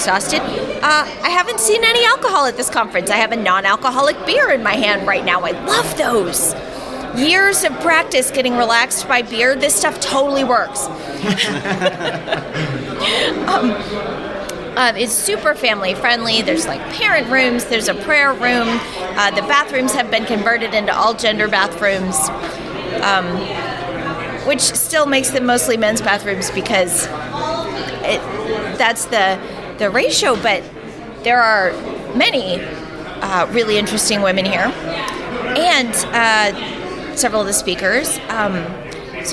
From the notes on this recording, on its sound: Record live from CppNorth 2023 in Toronto, Canada. Interview more speakers and attendees from the conference!